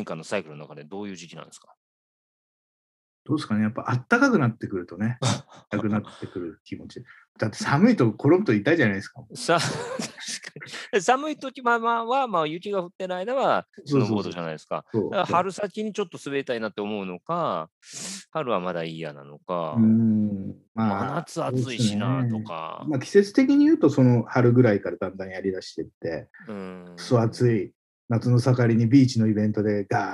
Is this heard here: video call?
yes